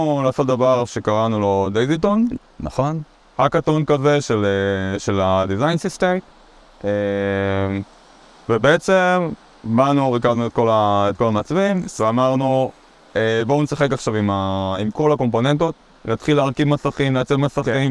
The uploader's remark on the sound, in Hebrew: להקלטה מיוחדת ישר מחוף הים